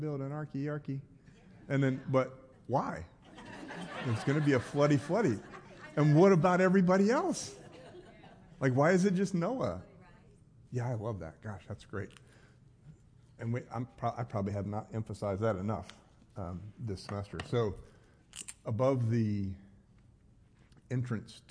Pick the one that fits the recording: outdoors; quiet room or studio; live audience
live audience